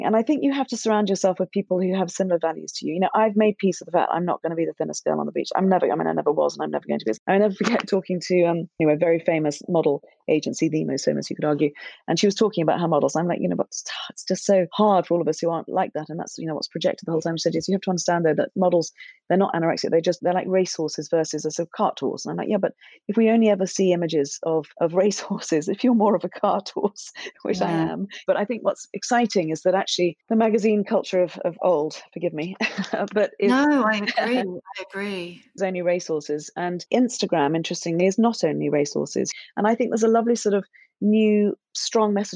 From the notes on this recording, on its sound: Joined me over zoom (where else?!).